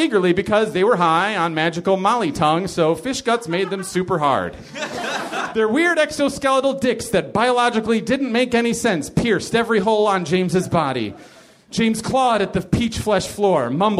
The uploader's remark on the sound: Live from the Nerdmelt Theater in LA